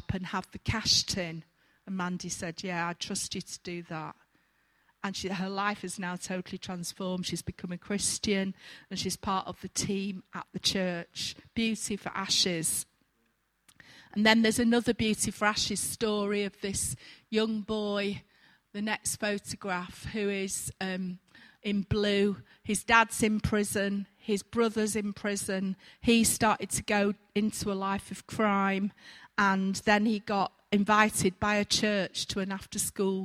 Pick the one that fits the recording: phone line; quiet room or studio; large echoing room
large echoing room